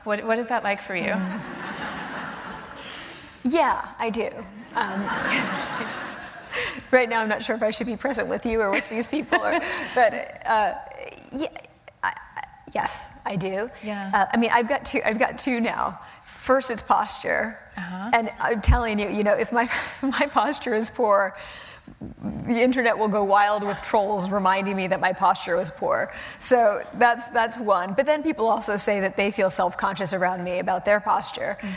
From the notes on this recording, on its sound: The conversation was recorded on Jan 21, 2016 in front of a live audience at New York's 92nd Street Y.